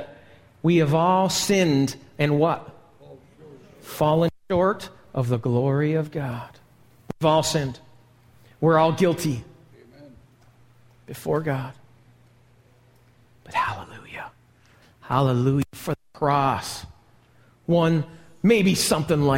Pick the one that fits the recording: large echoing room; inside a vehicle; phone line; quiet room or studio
large echoing room